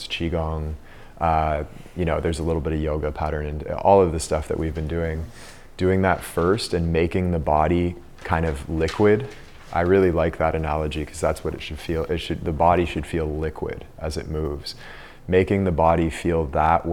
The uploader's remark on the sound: Recorded during the 2022 DeepGame retreat.